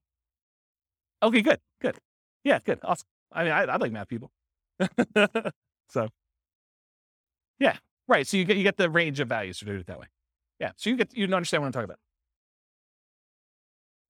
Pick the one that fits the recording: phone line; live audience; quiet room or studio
live audience